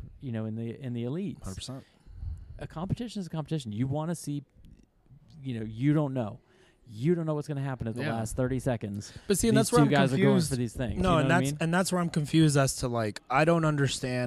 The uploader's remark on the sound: LIVE from the CrossFit Games